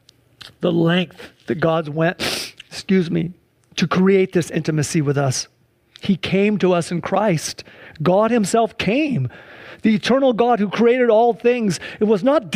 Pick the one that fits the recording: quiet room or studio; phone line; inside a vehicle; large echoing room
large echoing room